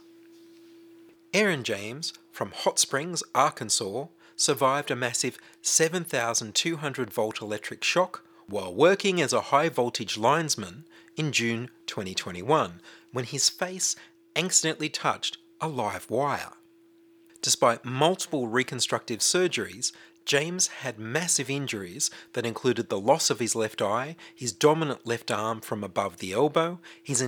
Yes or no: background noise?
no